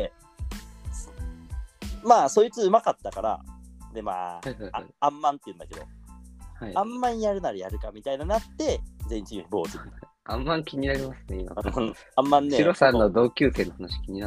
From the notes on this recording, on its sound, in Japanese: リモート収録2022.04.20